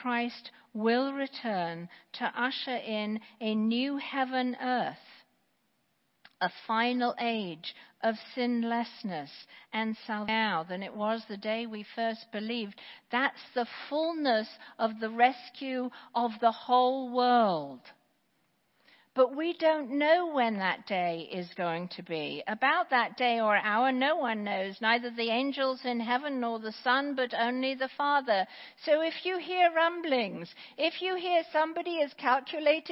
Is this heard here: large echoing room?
yes